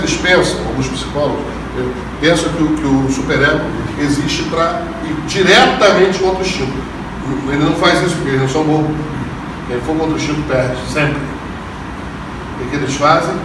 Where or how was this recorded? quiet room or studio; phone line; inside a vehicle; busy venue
busy venue